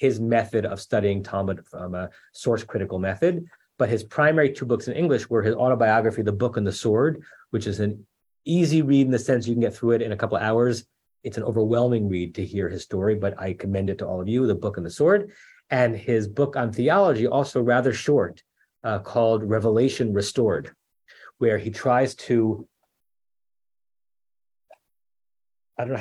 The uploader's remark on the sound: At Temple Beth Am, Los Angeles.